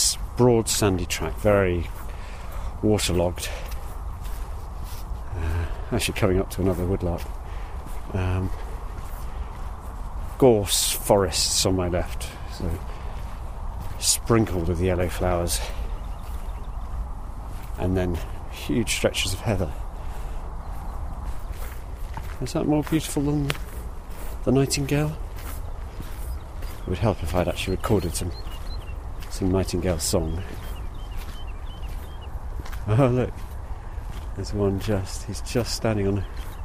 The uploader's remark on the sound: Recorded before the current lockdowns due to Coronavirus, this podcast allows you to take a wild wander across the heathland of Chobham Common in Surrey to hear the fabulous song of the woodlark in all its glory.